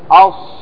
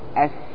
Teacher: قال: ولصارت الصاد سينا، صاد والسين مخرجهما واحد، لكن الصاد من الحروف المطبقة والسين من الحروف المنفتحة، تقول أص، تقول أس، أص، أس.